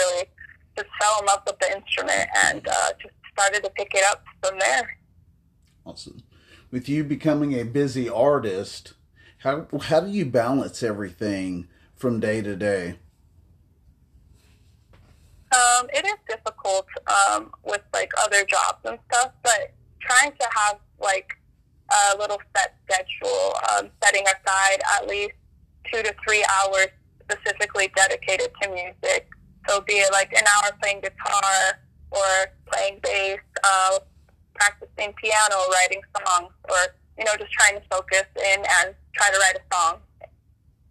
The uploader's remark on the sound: Phone interview